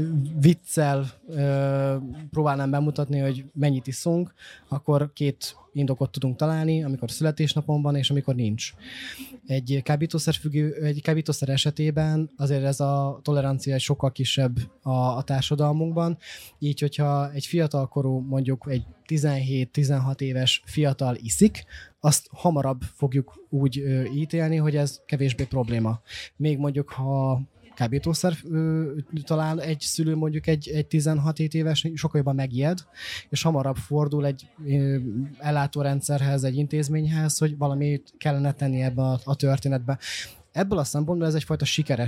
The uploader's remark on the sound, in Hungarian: A 2023-as Szegedi Ifjúsági Napok huszadik jubileumát ünneplő Civil Falujában rögzített beszélgetéseket. A felvétel a fesztiválon készült, így hanghibákat tartalmaz.